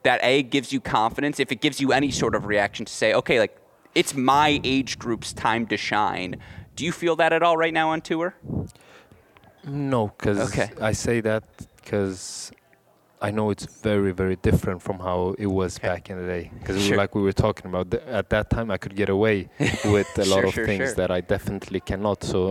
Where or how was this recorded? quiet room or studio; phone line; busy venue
busy venue